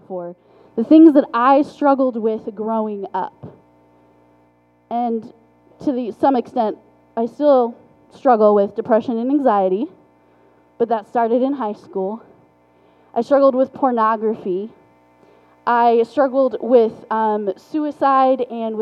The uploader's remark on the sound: Forgive the poor audio quality.